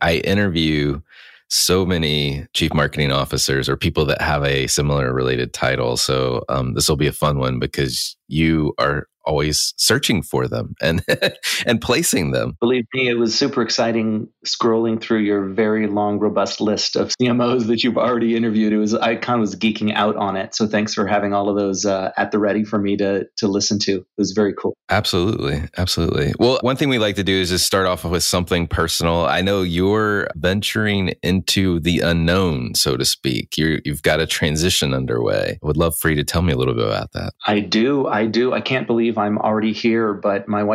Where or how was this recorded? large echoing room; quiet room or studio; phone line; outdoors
quiet room or studio